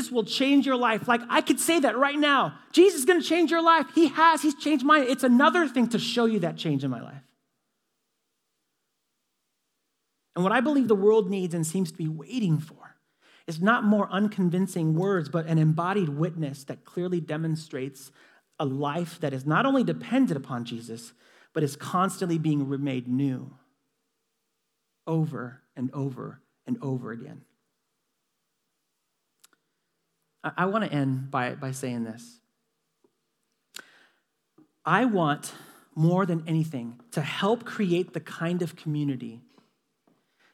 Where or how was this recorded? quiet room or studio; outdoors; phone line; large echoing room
large echoing room